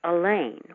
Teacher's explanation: Elaine with the accent on the second syllable